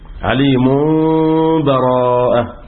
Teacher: لالتقاء التنوين في كلمة عليم بالباء في كلمة براءة، فقلبت التنوين اللي هو بتنطق نون ساكنة، قلبت هذه النون الناتجة عن التنوين ميما ساكنة، ثم أخفيت هذه الميم الساكنة في الباء · Term: الإقلاب مع الإخفاء